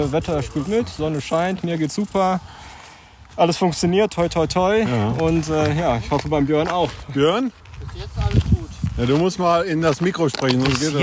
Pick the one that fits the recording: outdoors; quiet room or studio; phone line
outdoors